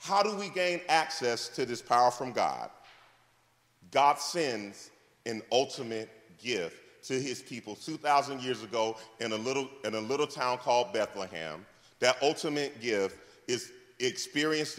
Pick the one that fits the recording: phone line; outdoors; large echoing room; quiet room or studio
large echoing room